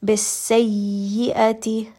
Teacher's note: The makhraj of the letter ya is going to be with the tongue kind of pushing up against the roof of the mouth, applying a bit of pressure. Because it does have a shadda, we are going to apply a little bit of extra pressure. · Term: ya with shadda